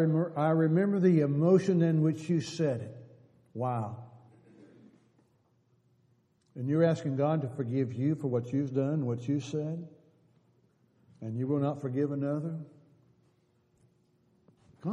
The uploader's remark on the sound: Downtown Church Of Christ Audio Sermon